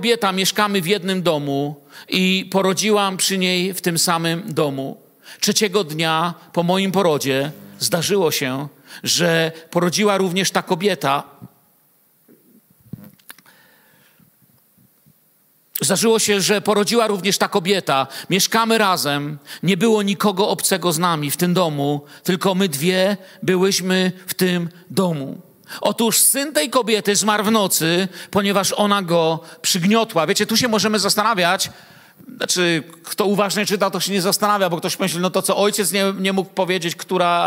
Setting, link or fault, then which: setting, large echoing room